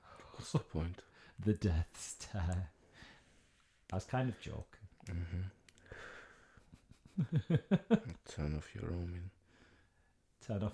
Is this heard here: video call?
no